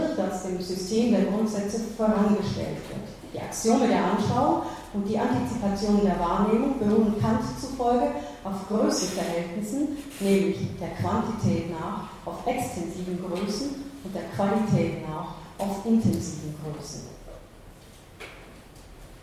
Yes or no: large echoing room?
yes